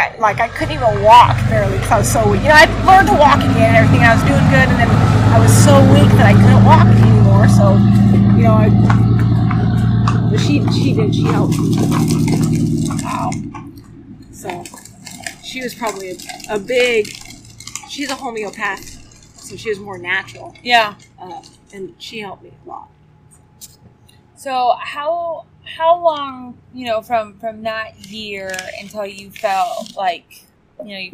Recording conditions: sounds in the background